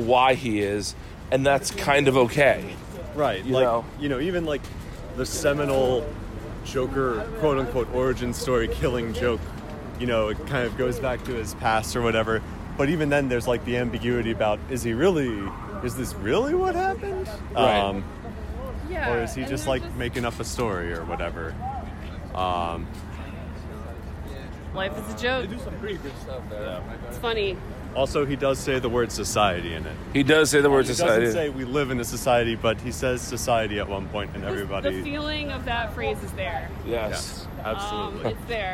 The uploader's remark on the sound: Recorded on the streets of Gotham New York City.